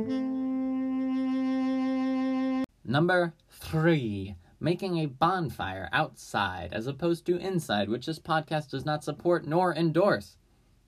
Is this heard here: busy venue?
no